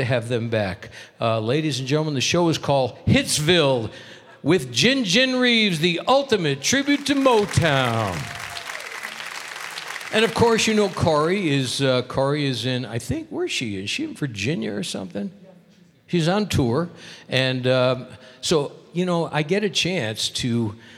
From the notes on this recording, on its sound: Live at the South Point Casino